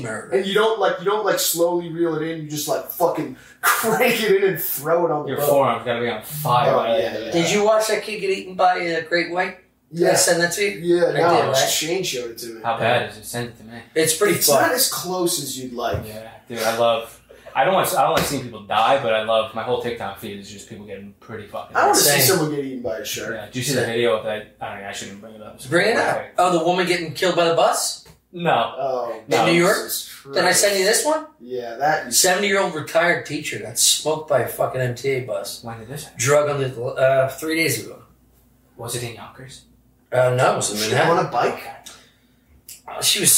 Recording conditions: poor sound quality